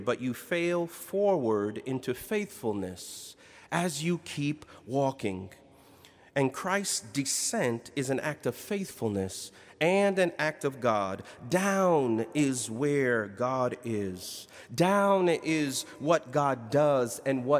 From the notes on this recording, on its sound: in Duke Chapel on April 14, 2019